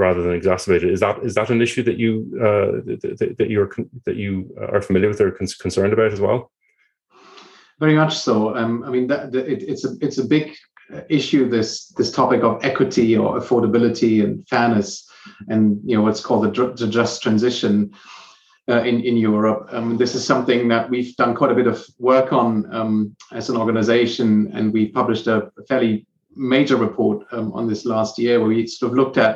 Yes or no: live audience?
no